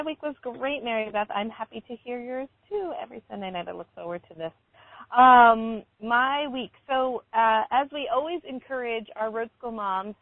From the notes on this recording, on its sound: Comes to you live from the the State of Washington as well as somewhere in middle Tennessee. Calls in from on the road in Tennessee. Stopped to call in but still have miles left to travel on their way to the Midwest.